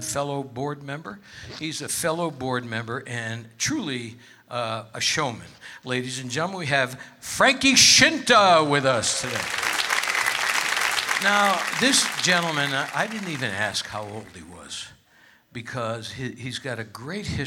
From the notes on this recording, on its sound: Live at the South Point Casino